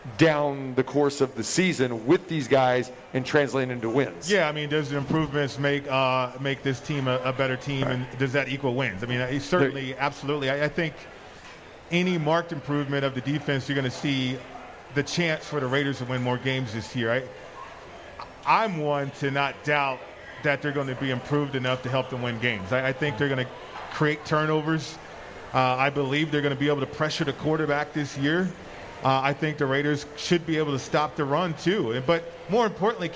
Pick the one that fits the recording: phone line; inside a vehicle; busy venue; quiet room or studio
busy venue